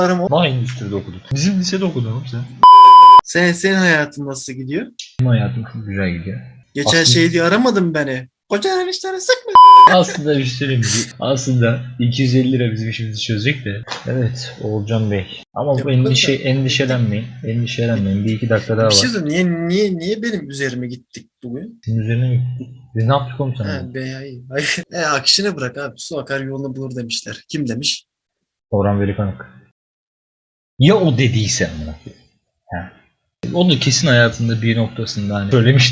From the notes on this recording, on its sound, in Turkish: Kötü ses kalitesini mazur görün.